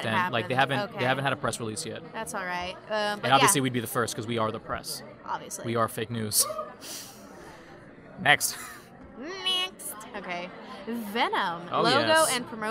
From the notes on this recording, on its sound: Apologies in advance for the café background noise; recording locations have been scarce.